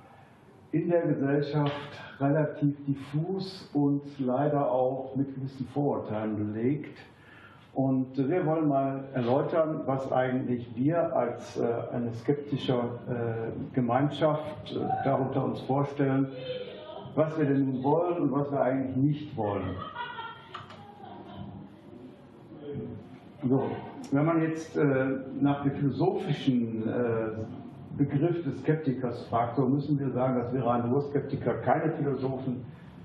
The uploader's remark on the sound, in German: in seinem Vortrag im Unperfekthaus in Essen